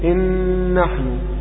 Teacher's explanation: التماثل يعني يكون المضغم والمضغم فيه مثلان حرف واحد، نون في نون، نون تضغم في نون، فهذا تماثل